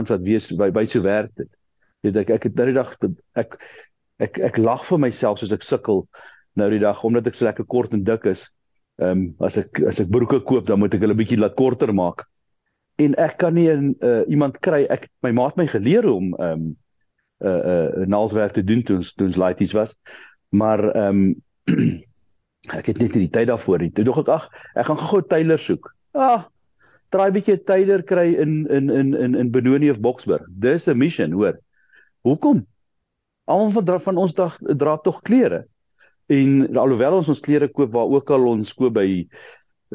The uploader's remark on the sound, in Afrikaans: Die Transformasie Tafel Zoom Byeenkoms 6 Julie 2023